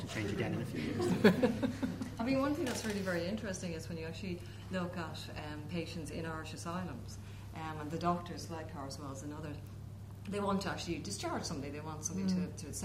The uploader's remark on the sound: Expert Panel Discussion, filmed Thursday 3 July 2014 at the New Theatre, Dublin.